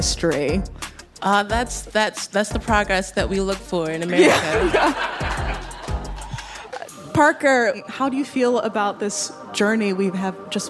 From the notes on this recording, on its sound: In our very first LIVE show